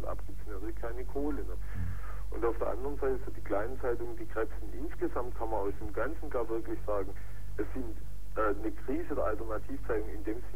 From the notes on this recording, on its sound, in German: RDL Badische Antenne. Telefoninterview Landtagsabgeordnete.